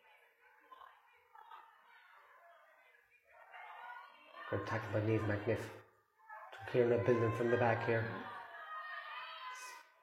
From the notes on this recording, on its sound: Live Audio Commentary from Aughawillan